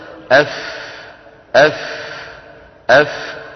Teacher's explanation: أطراف الثنيتين العليين على بطن الشفة السفلى. · Term: الفاء